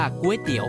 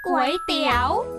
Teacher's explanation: คำว่าก๋วยจะต้องออกเสียงจัตวาไม่ใช่เสียงตรี · Shown in: second take